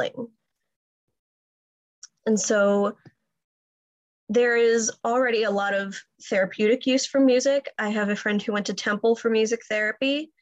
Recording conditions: video call